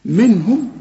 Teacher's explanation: بستعمل فيها لساني واظهرها، لأنها بعدها ه، واله من حروف الإبهار.